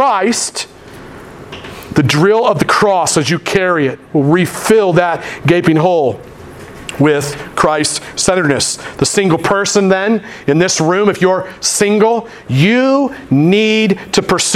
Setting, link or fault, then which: setting, large echoing room